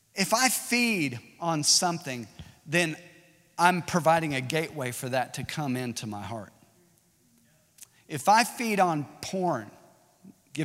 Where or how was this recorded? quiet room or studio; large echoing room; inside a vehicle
large echoing room